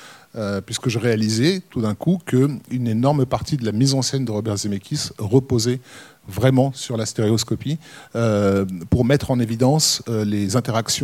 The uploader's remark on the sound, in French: La captation de ce podcast spécial a eu lieu le 19 juin 2021, lors de la projection. À la séance en Bonne 3D au Club de l'étoile.